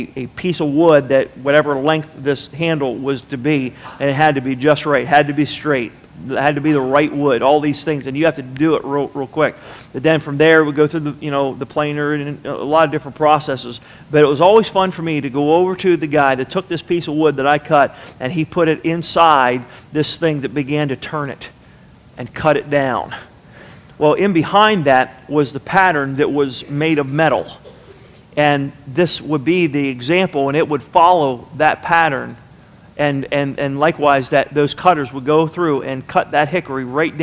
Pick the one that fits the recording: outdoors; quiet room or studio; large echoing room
large echoing room